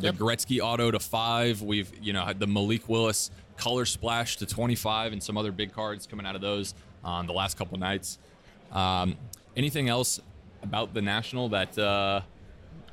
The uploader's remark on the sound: LIVE from the 2022 National. Recording straight from the 2022 National.